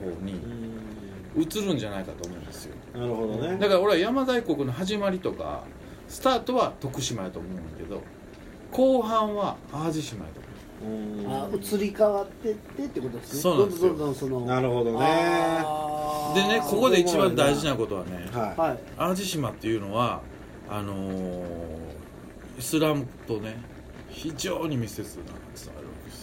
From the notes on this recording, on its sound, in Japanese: 神戸、SPACE DOG!RECORD(お店)より。